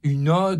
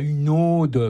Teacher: ça se dit avec un O ouvert · Shown in: first take · et pas une ode, comme on entend dans le film, comme le prénom, comme si c'était un O fermé.